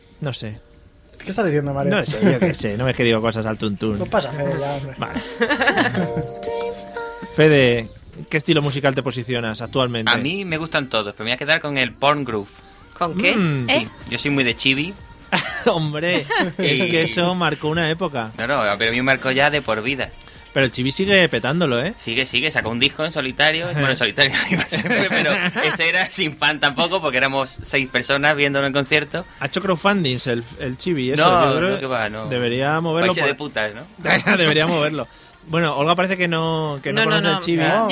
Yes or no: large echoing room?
no